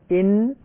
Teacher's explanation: النون الساكنة عند هذه الحروف الستة حكمها الإظهار لتباعد ما بين النون الساكنة وهذه الحروف. فالنون الساكنة كما سنرى مخرجها من طرف اللسان